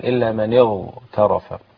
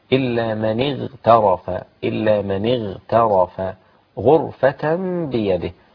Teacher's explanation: الغين هنا اذا جاءت ساكنة وقبلها مكسور لابد ان يكون الحرف في ادنى مراتب التفخيم · Shown in: second take · ما ينفعش اقول الا من اغترف، عشان يصعب ان انتقل من الاستفال الى الاستعلاء بهذه السرعة.